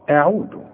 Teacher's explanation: فحنرقق قوي الهمزة والعين والذال